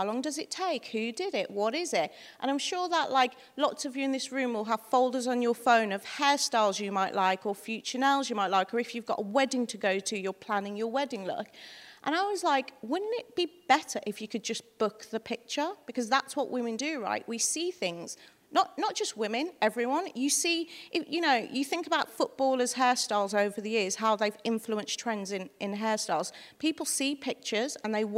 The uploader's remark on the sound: Recorded live at the Tabernacle in London's Notting Hill on 23rd September 2019.